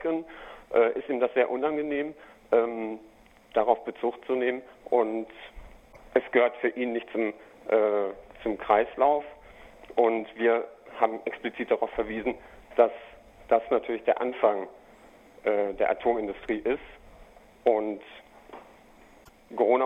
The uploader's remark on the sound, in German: Telefongespräch.